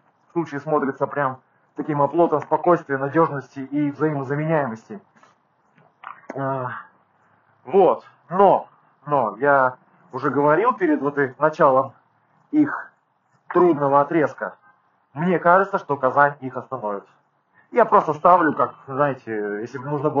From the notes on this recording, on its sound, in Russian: ПЛОХОЕ КАЧЕСТВО ЗВУКА